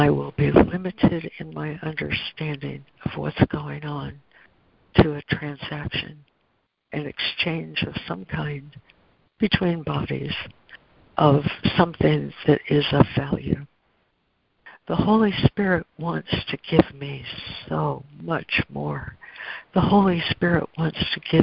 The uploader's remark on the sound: ACIM Daily Conference Call.